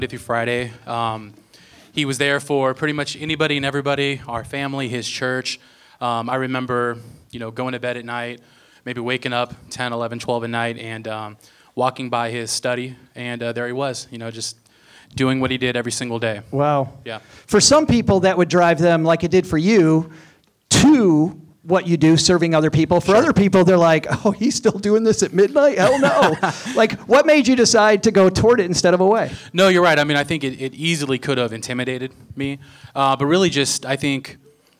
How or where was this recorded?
live audience